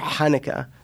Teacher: the old Sephardic pronunciation would be with a deeper back of the throat. It would be more Hanukkah.